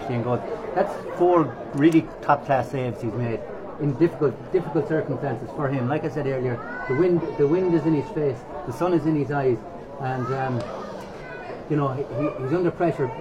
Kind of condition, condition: setting, busy venue